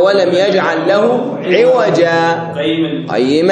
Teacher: هي سكتة لطيفة من دون أخذ نفس بنية الاستئناف · Term: السكت